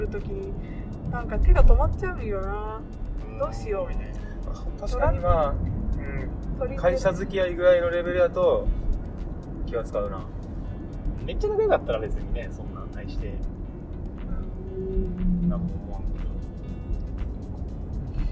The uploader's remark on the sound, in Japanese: 車内で録音したので音質悪めです